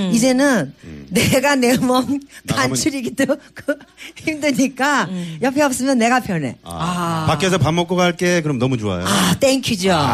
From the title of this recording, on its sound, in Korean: 연말특집 공개방송 토닥토닥 2016 콘서트